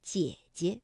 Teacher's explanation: 当连读的时候，第一个姐呢，我们就把它读成21 · 第二个姐呢，就要变成轻声了，读得短促而轻